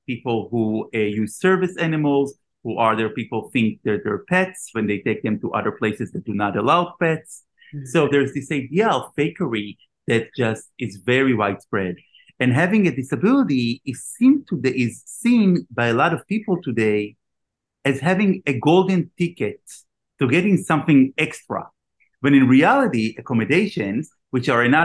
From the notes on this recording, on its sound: I’m live via Zoom